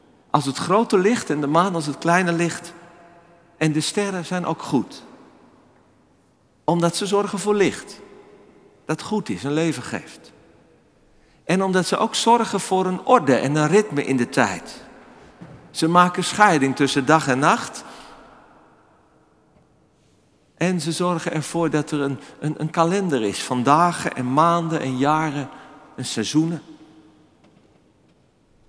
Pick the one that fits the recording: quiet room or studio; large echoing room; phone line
large echoing room